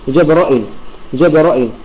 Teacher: بفتح الجيم والراء وإثبات الهمزة المكسورة وحذف الياء، جبرائيل، جبرائيل.